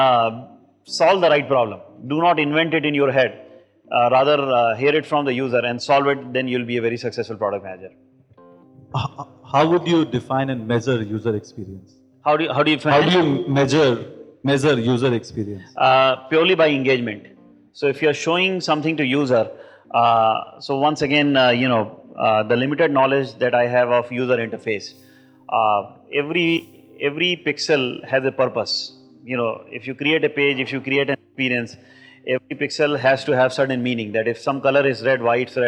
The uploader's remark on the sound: This is an interactive session in which the audience at Innofest Hyderabad interact